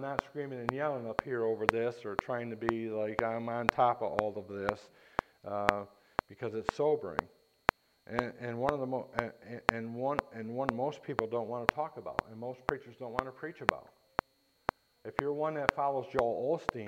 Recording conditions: large echoing room